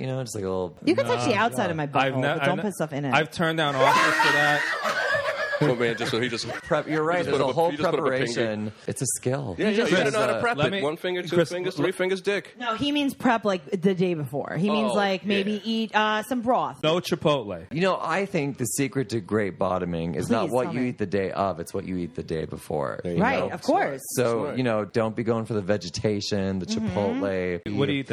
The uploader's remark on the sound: Recorded Live at the champagne room of Rick's Cabaret.